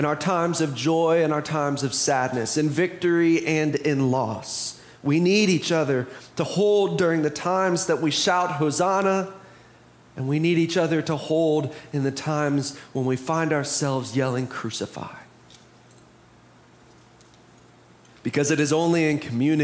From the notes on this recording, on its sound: Preached on Palm Sunday (April 2, 2023) for our MorningSong Worship Service.